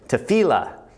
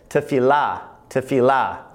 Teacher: I've been saying it to you, teaching it to you as tefillah, and I was putting the accent on the middle syllable but the accent should be on the last syllable · Shown in: second take · so it should be pronounced more like this tefillah, tefillah.